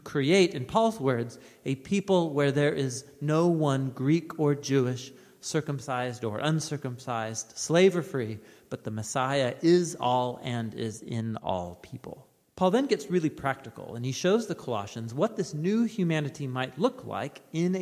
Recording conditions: large echoing room